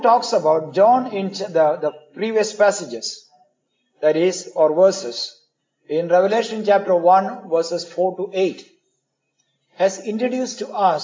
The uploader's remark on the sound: Preached in the Community of the Redeemed, Pune India.